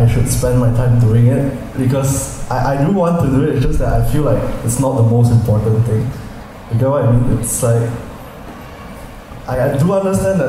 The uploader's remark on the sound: Here is a recording of my interview session at weGrowth Marketers meetup.